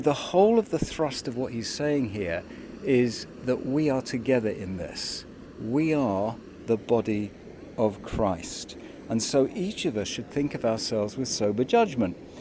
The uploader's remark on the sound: St James Alperton. (virtually). Recorded by the riverside and distributed online during the time when churches were closed.